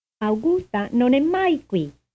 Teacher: Notice the stress on mai